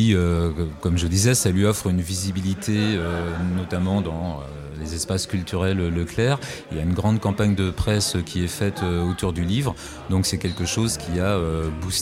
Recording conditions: busy venue